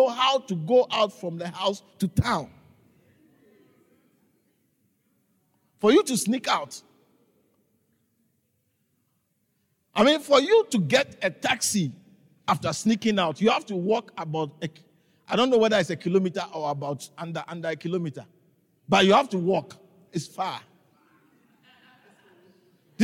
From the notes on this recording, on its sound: preached at the Living Waters Cathedral